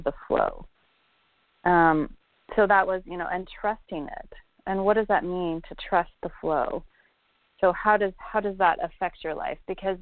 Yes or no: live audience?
no